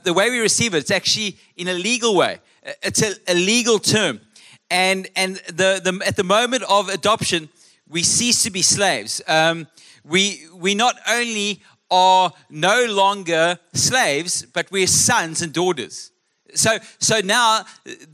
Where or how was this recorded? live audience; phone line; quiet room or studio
live audience